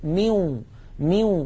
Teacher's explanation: إذن ما الذي يدغم من النون؟ يدغم الجزء اللساني فقط